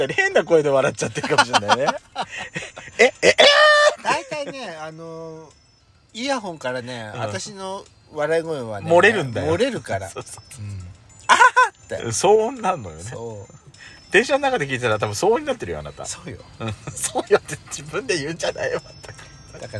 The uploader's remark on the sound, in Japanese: パーキング収録